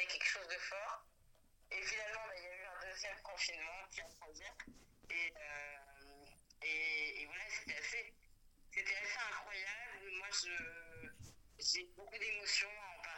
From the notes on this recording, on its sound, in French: Dans une interview téléphonique avec Pod'Arcès.